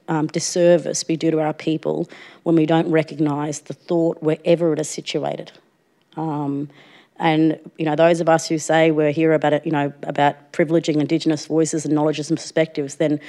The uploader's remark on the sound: At this event recorded live on Wurundjeri Country at the Wheeler Centre for NAIDOC Week 2022